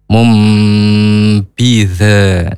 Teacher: Nah, di sini domatain bertemu dengan huruf ba, namanya bacaan iqlab. Ya, M, berdengung, tahan dua harokat